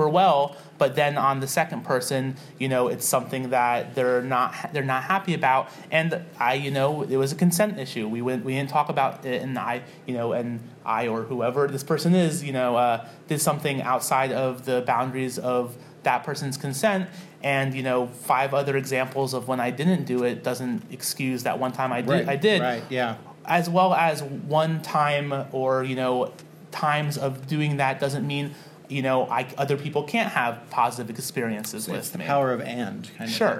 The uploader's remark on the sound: Live at the Philly GRUE